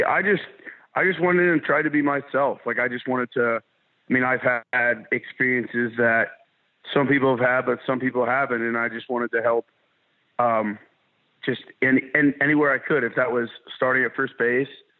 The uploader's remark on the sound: Joined on the Modern Woodmen phone line.